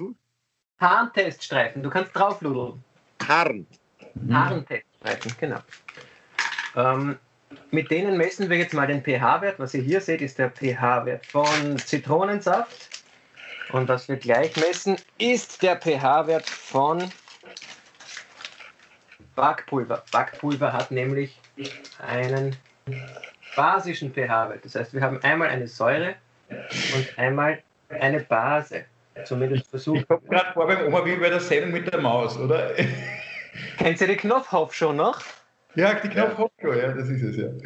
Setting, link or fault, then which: link, video call